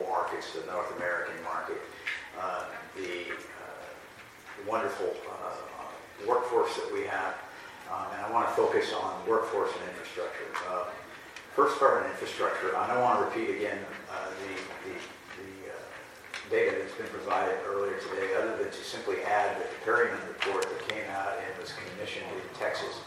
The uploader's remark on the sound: a panelist at the recent 2023 NADBank Summit